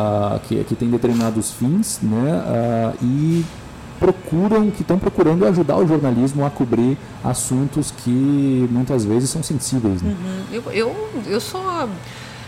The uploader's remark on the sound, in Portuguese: O bate-papo foi gravado no Café do Duque, no Centro Histórico de Porto Alegre.